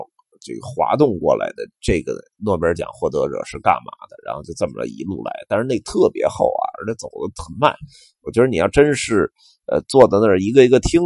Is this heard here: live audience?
no